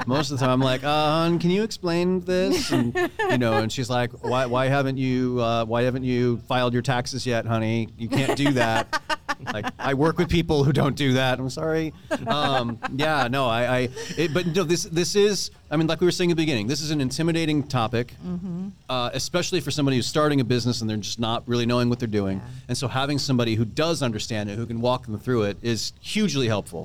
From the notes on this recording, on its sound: Live from EntreFEST in Iowa City!